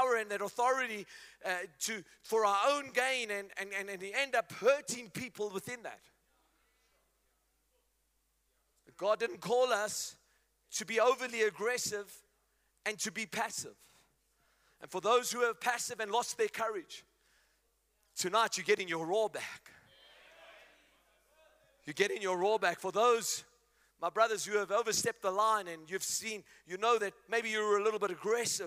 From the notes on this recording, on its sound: Men Of Hope Conference 2022 Day2 Message